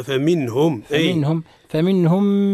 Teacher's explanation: النون عند الهاء في لفظ فمنهم حكمها الإظهار